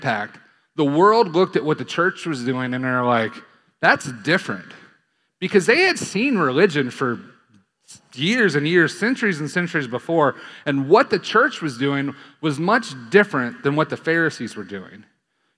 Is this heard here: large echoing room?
yes